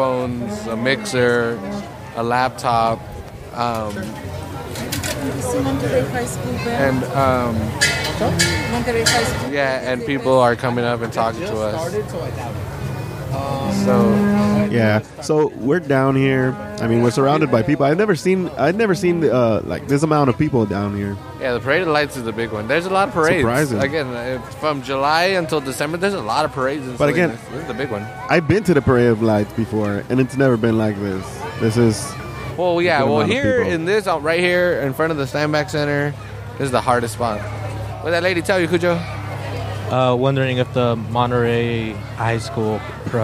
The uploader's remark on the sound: The annual Parade of Lights in downtown Salinas passes in front of the Public House so we decided to set up and record from the sidewalk.